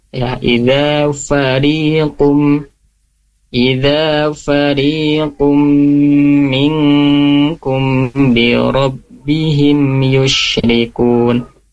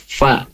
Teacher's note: Setiap huruf fa, huruf fa itu yaitu makhrajnya itu bibir bagian bawah bertemu dengan gigi sari bagian atas, fa ya.